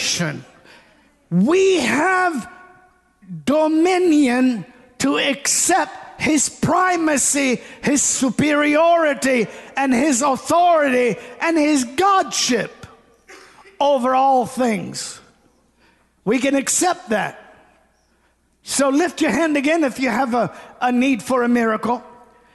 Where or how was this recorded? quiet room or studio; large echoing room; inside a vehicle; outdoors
large echoing room